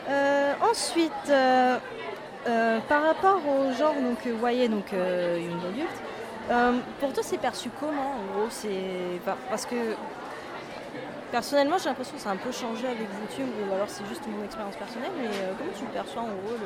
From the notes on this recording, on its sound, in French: Au Salon du Livre et de la Presse Jeunesse de Montreuil. Effectuant une interview pour la 1ère fois avec un micro tout neuf, mon son est parfois faible mais pas celui de l'interviewée.